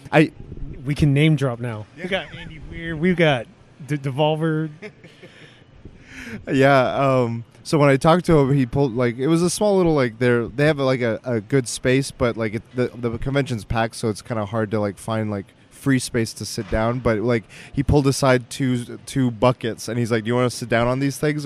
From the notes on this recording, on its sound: We talk about our day at the convention Sunday before we go to head back to SoCal! We convened at the airport to record this last bit of PAX podcasting!